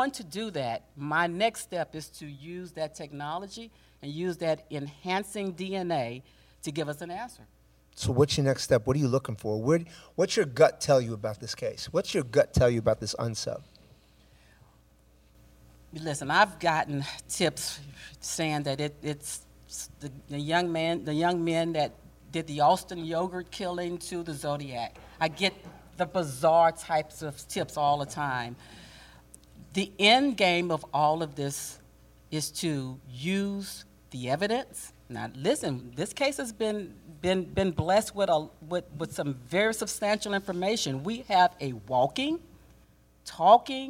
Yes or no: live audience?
yes